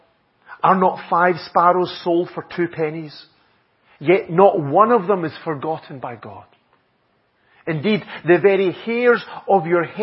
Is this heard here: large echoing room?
yes